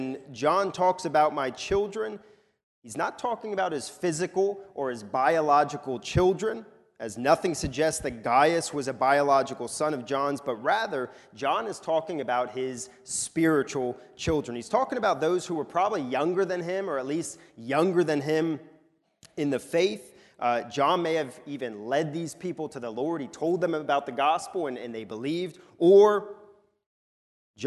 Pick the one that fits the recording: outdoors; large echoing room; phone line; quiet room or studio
large echoing room